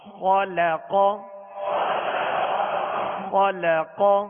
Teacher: خا اور قاف یہ دونوں حروف پر پڑھیں گے، موٹا پڑھیں گے، اس لیے کہ یہ حروف مستعلیہ میں سے، اور لام کو باریک پڑھیں گے. اب آگے پیچھے دونوں حروف یعنی پہلا اور تیسرا حرف جو ہے حروف مستعلیہ ہے پر پڑھا جائے گا، تو کہیں ایسا نہ ہو کہ لام بھی پر ہو جائے.